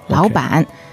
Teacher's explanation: since there's two third tones, the first one becomes a second tone.